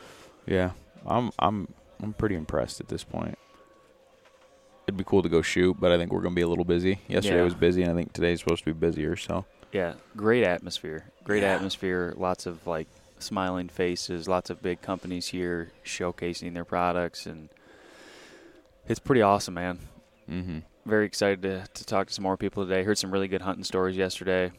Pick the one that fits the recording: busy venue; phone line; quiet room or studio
busy venue